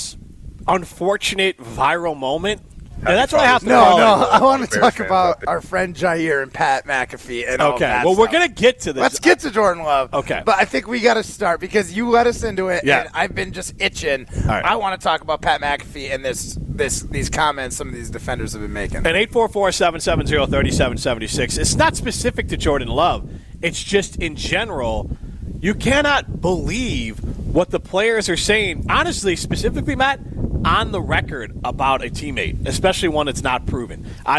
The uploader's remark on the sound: are live at Wild Rock Golf Course for the Easterseals Golf Outing